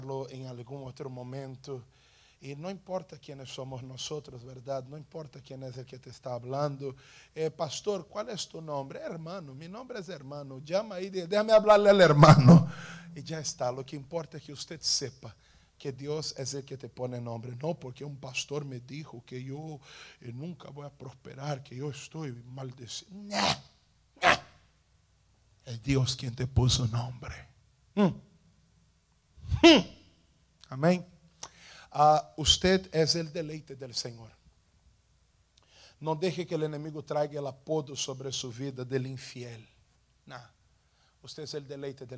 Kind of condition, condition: setting, large echoing room